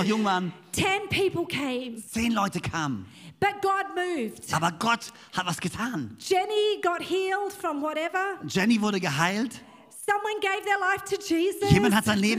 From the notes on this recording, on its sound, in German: Bei uns in Konstanz. Predigt aus dem 12Uhr Gottesdienst.